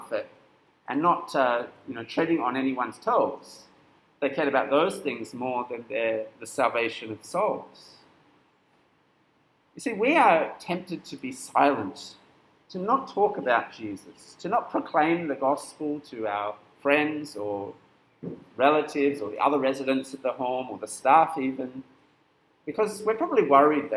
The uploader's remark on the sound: This sermon was preached at St Nicholas Home on 22nd April 2022.